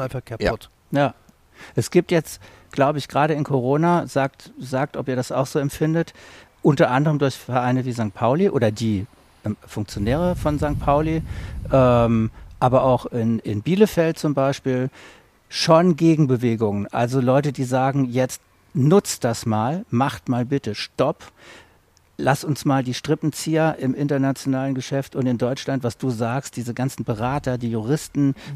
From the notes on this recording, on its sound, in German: Ein Fußball-Tribünen-Gespräch.